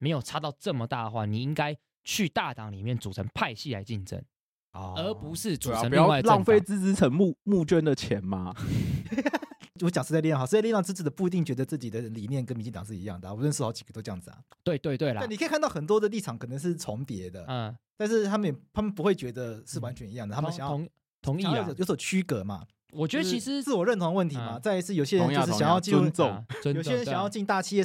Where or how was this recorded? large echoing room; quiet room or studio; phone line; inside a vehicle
quiet room or studio